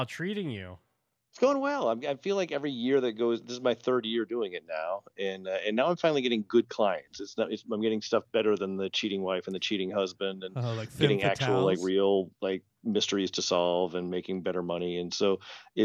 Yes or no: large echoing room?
no